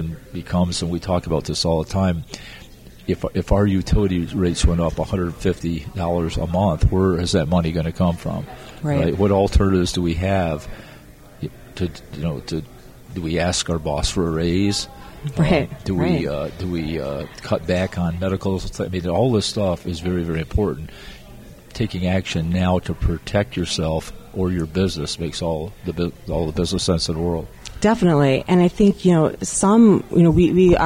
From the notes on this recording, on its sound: Another episode from the RE+ Conference in Las Vegas.